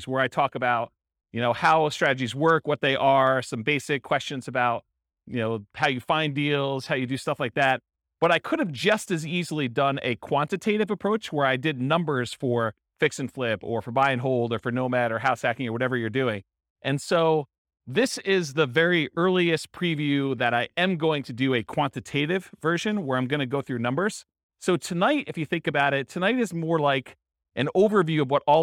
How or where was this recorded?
live audience